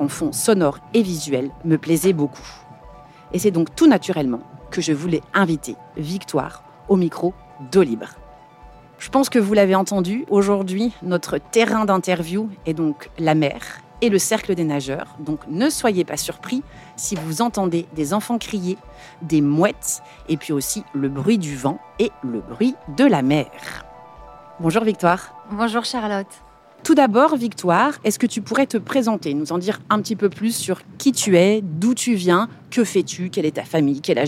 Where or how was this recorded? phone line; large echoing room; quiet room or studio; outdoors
outdoors